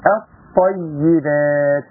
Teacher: انتقل على طول من الهمزه للطاء · Term: ادغام